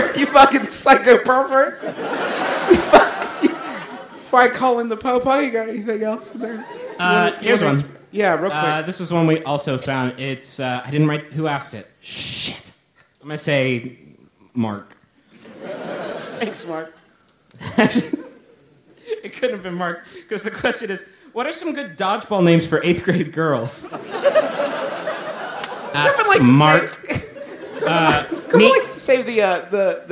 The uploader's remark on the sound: It's MBMBaM's first live show ever. Every single person who came out to Second City for the show!